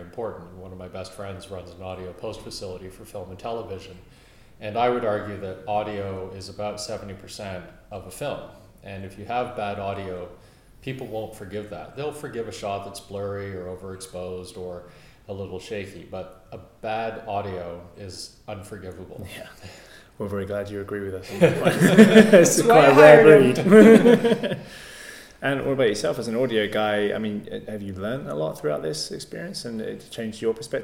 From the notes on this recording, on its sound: down at the AES Audio for Games conference in London 11-13th February 2014